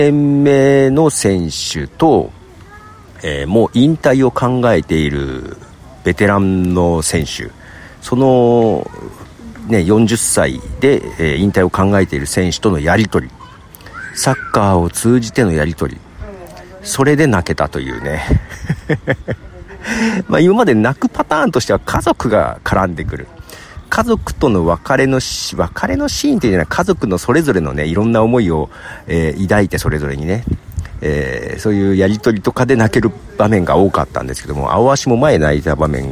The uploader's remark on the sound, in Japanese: 公園で収録。